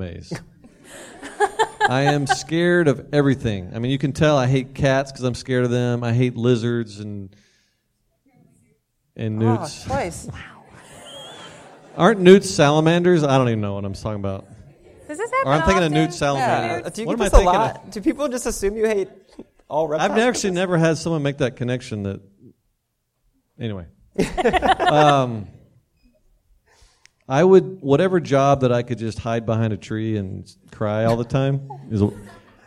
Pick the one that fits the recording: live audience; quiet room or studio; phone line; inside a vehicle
live audience